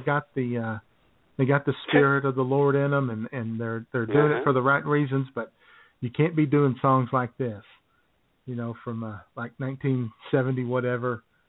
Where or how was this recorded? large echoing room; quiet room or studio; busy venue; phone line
phone line